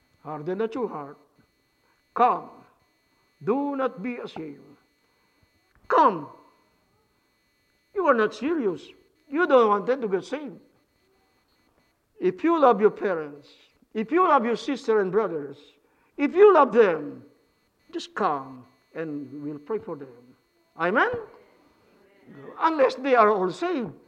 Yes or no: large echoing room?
yes